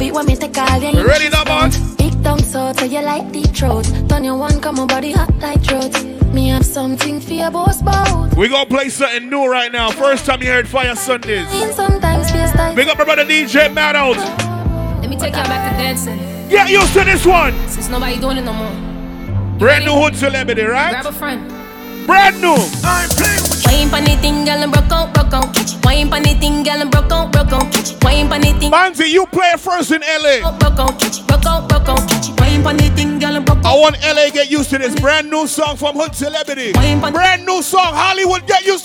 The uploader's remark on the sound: Live From FAYAH SUNDAYS